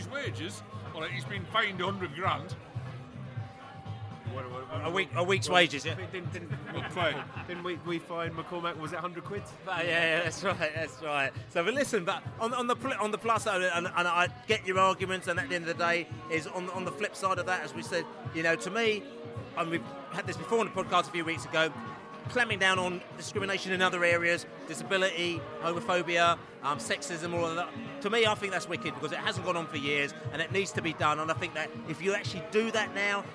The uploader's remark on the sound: Newcastle Pre-Match Podcast from the pub